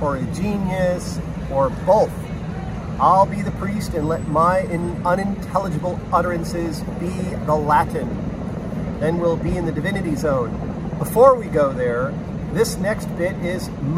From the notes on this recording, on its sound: On the steps of NYC's 8th Avenue post office with way too much street noise and a smeary iPhone lens. Ambiance aplenty.